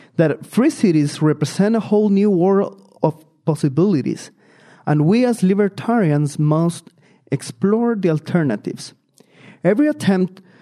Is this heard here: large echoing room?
yes